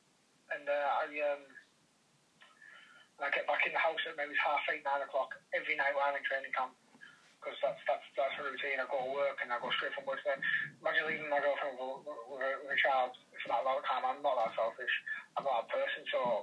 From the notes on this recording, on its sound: via phone call